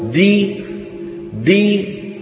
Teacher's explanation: عملان، مخرج الدال ومخرج أصل الكسرة